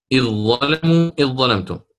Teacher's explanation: بالنسبة للذال من إذ أدغمت في الظاء وجوبا، وهذا من باب الإدغام الصغير، وجوبا لجميع القراء.